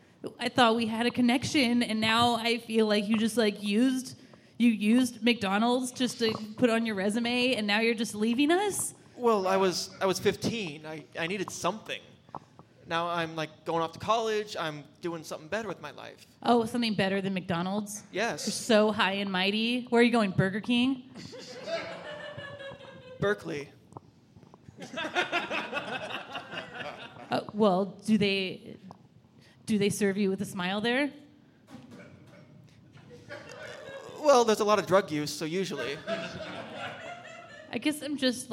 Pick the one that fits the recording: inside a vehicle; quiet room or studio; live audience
live audience